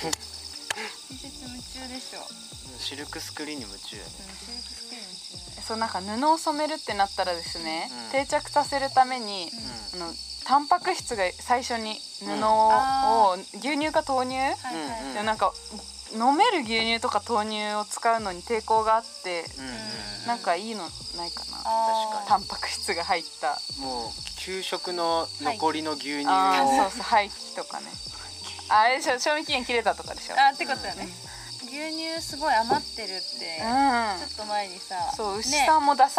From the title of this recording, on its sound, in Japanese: Made in ARITA でデイキャンプ！〜当日編〜